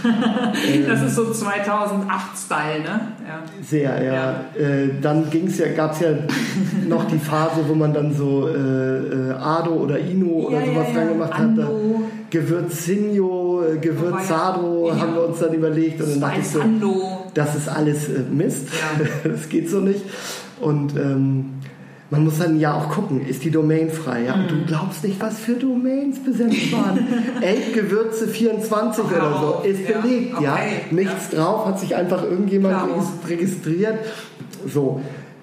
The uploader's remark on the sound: Eat.share.live - restart 2019.